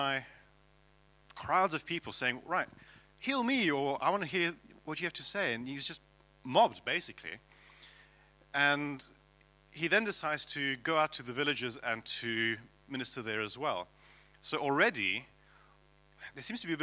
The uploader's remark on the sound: at King's Church, Cockermouth